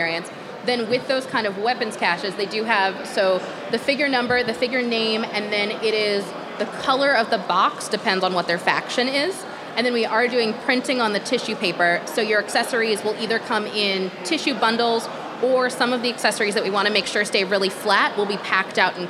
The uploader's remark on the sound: We recorded our first ever live episode of the pod at Zapp Con. In this special LIVE edition of Adventures in Collecting.